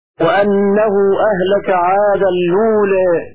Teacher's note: بسكون التنوين وضم اللام بعدها واو ساكنة كورش · Term: نقل حركة الهمزة